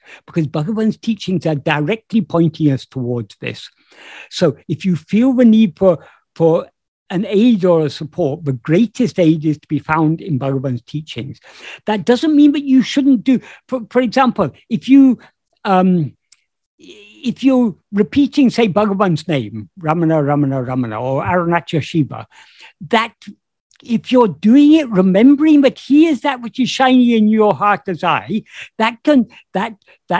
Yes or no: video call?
yes